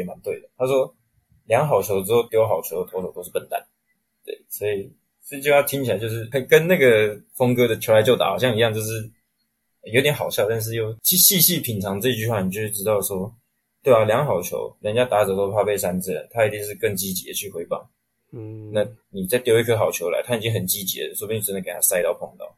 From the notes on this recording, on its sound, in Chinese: 由於防疫期間，錄音使用連線錄，音質不佳請見諒